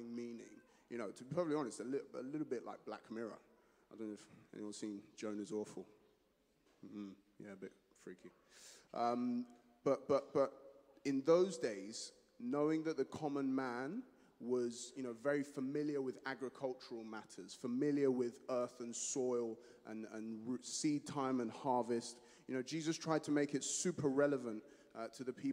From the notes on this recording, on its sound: Streamed live at St Paul's Shadwell